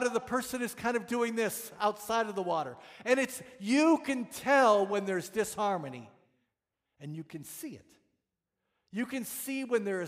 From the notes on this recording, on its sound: This message was preached on December 4, 2022 at FIVE39 Church.